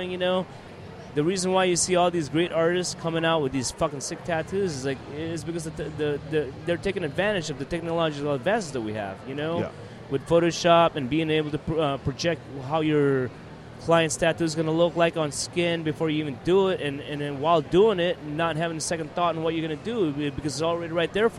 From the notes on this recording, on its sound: in the Sullen Clothing booth, at the 2015 Musink festival